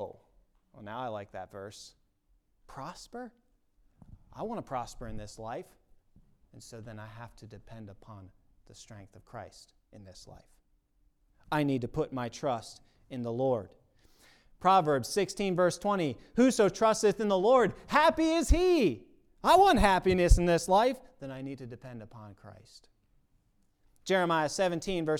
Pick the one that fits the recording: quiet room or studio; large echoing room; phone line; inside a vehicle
large echoing room